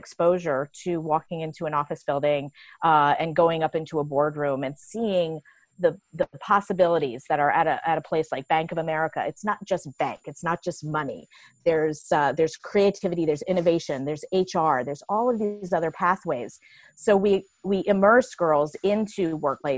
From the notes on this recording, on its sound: Talked with her via Zoom.